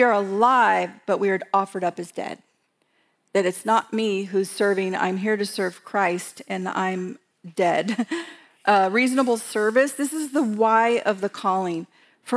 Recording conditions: live audience